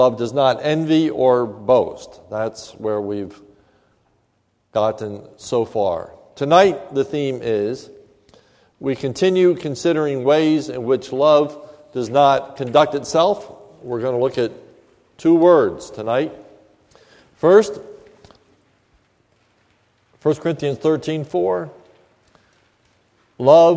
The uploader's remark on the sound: This is a sermon recorded at the Lebanon Bible Fellowship Church in Lebanon, PA on May 24, 2015 during the evening service